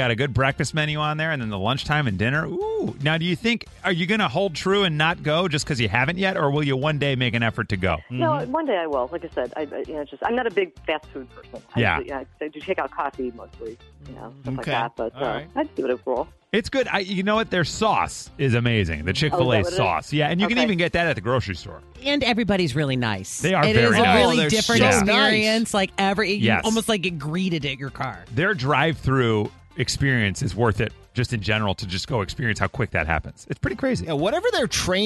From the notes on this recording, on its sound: teachers called in with their various hacks they use